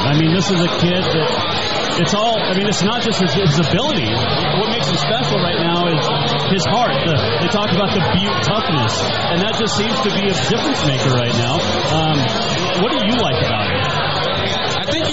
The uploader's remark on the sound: Live from Tight Ends Sports Bar in Plano, TX